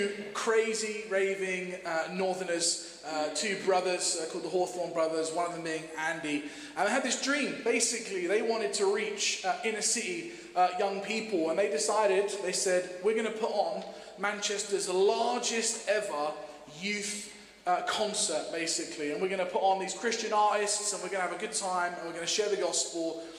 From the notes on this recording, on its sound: Streamed live at St Paul's Shadwell